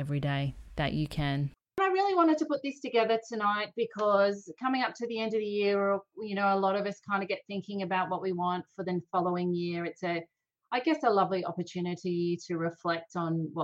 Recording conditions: video call